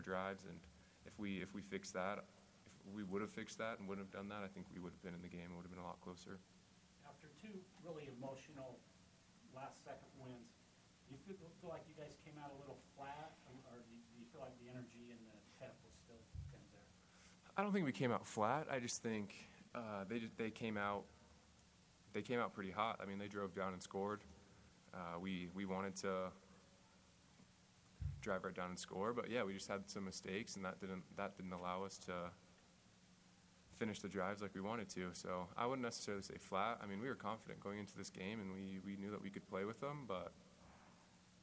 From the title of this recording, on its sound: post game press conference